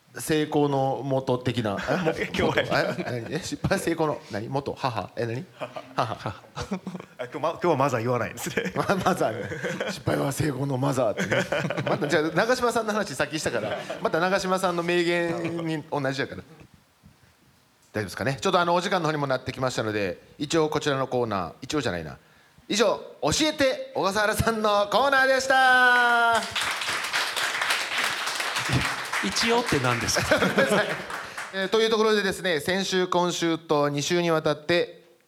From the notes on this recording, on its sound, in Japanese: FGNで行われた公開収録の後編をお送りします。